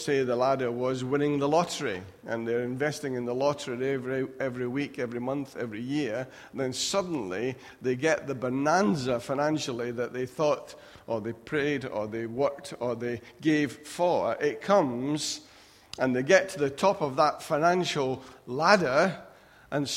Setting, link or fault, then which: setting, large echoing room